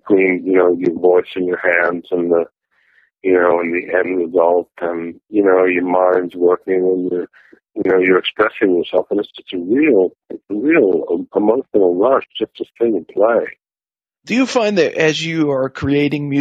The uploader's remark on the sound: It’s got that kind of “telephone” sound to it, but you’ll be able to understand.